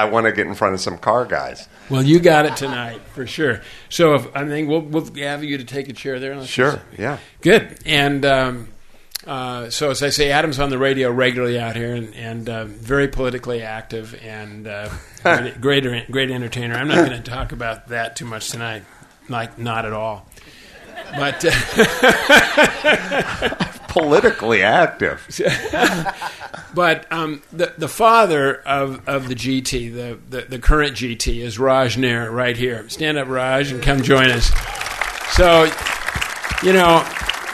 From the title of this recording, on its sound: Live from The Henry Ford Museum